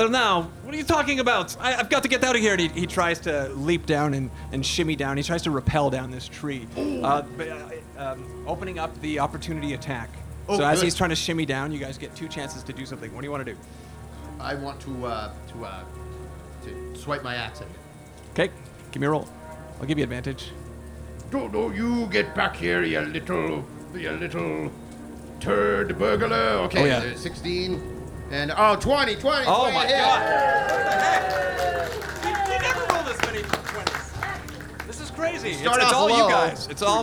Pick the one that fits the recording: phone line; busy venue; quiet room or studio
busy venue